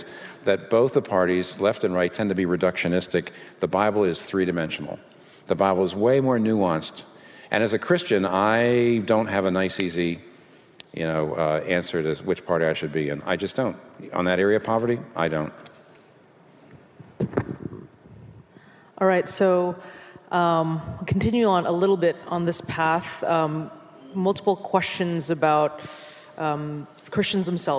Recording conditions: live audience